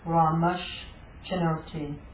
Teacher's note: Here you have a dental sibilant, followed by Chinoti, followed by a palatal letter · Term: palatal sibilant